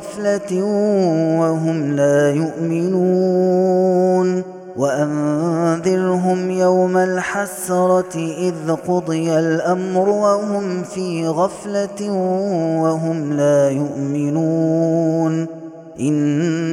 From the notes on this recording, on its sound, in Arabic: هذا التسجيل من صلاة التراويح. Ramadan 2021.